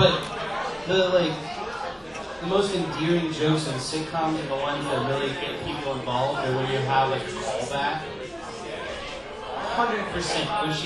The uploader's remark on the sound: Gathered at Dallas' Barley House to record barely intelligible audio and drink too many beers. LIVE AT BARLEY HOUSE. IT'S OUR FIRST EVER LIVE POD!!!